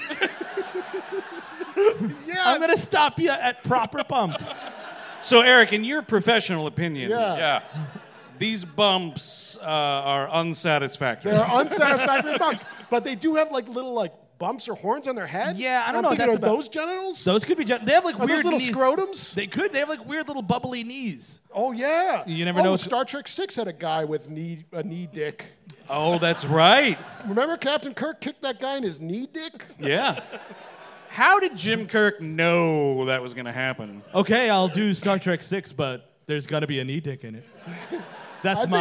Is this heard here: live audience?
yes